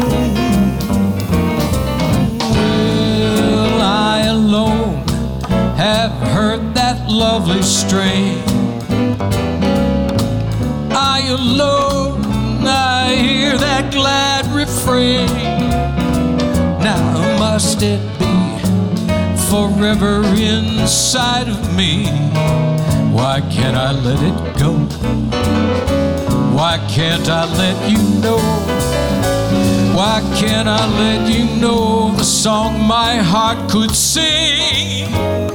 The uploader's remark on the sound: Live at the South Point Casino.